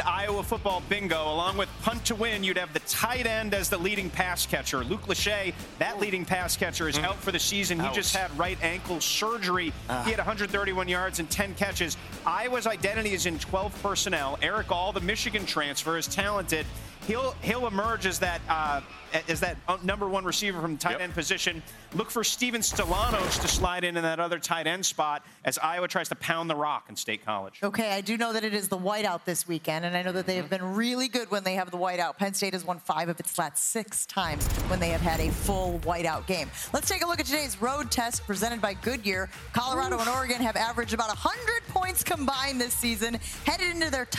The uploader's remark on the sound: Live from Notre Dame as the fans anxiously await the the highly anticipated matchup between their Fighting Irish and the Ohio State Buckeyes.